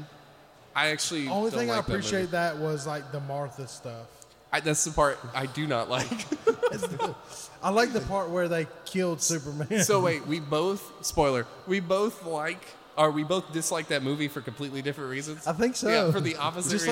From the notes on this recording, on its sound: Live at Haywood Comic Con 2023. With the help of our live audience.